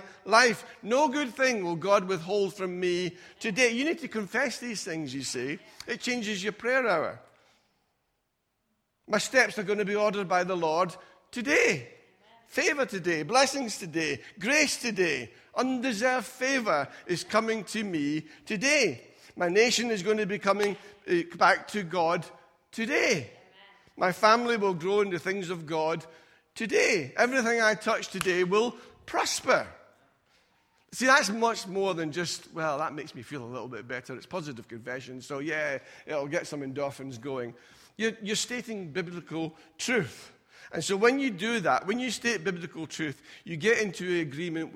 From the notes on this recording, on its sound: Recorded at freedomcentre church, Preston on Sunday 2nd February 2020